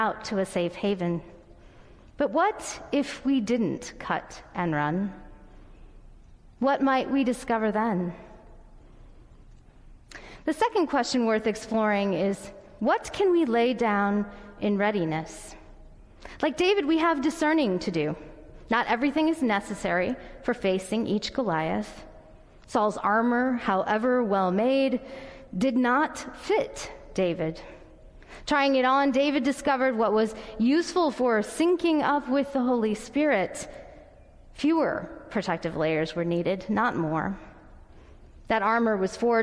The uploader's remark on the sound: Audio recording of the sermon in Ellis Hall